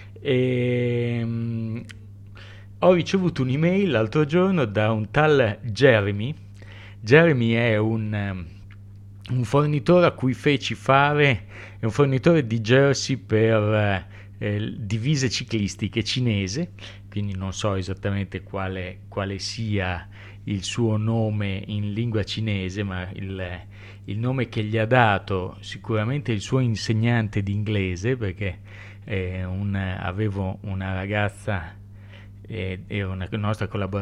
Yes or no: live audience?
no